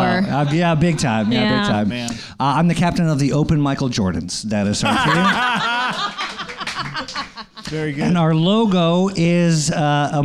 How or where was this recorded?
live audience